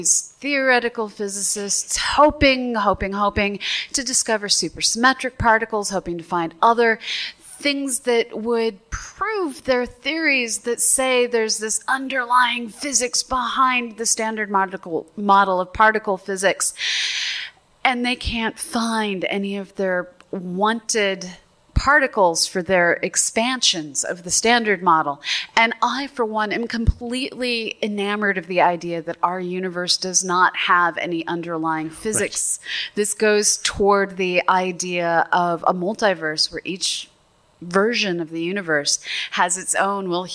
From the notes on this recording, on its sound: We recorded this episode of the QA live in front of a real audience as part of our Astronomy Cast 500 celebration.